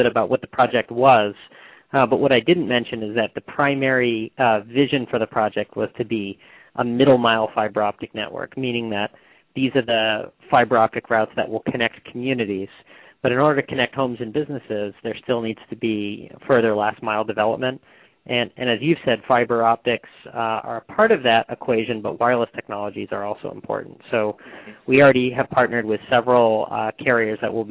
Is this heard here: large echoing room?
no